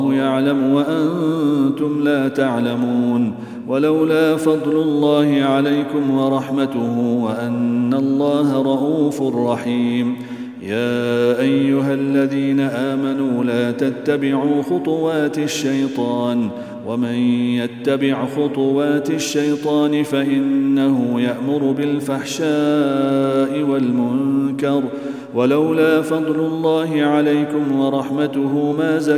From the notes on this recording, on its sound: Day 17 - Ramadan Daily Quran Recitation -. At the Houghton Masjid (West Street).